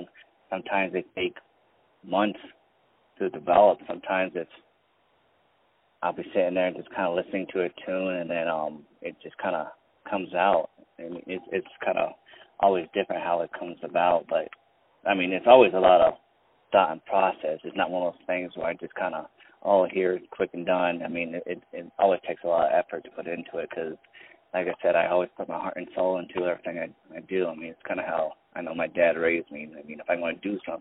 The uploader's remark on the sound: On the phone